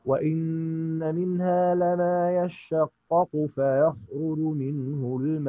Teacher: احنا لما نقف على كلمه الماء هنشبعها خلاص · Term: المد العارض للسكون